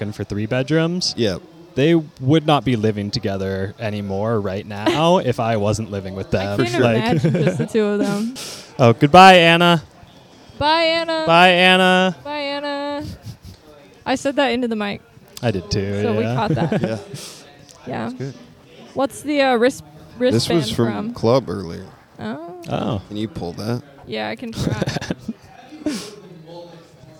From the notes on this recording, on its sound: This episode was recorded live at Comedy/Bar in Capitol Hill!